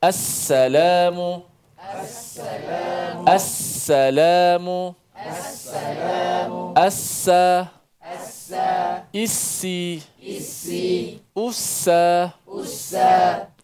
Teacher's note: dia ada satu sifat dia panggil sifat safir yang menjadikan huruf tu agak kuat